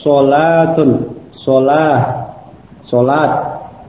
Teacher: Adapun pada sholah, lam itu dibaca dengan sifat mufakhamah. Demikian pula dengan alifnya. · Term: lam mufakhamah